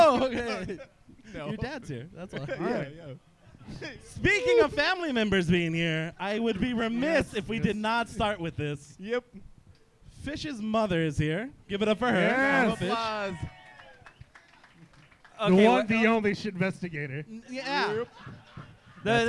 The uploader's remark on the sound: Live from 10 Sports Bar & Grill. In the third live episode.